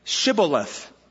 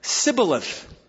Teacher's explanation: the Ephraimites couldn't pronounce the S-H, sh, they could say s sound